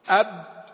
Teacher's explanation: مخرج الباء من الشفتين بانطباقهما طبعا، والميم كذلك، ويصاحبها غنة من الخيشوم.